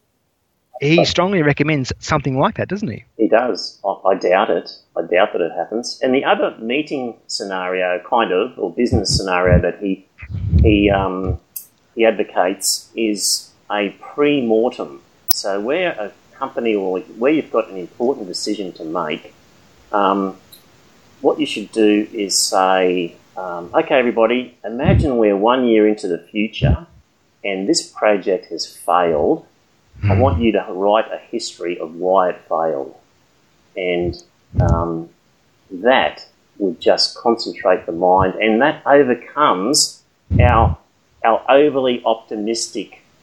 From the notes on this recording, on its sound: Sorry about the audio quality.